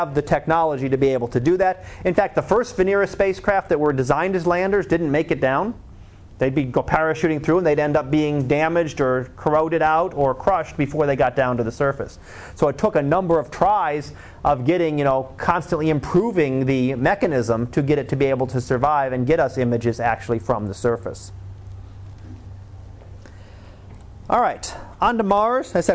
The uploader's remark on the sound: Live Class Lecture.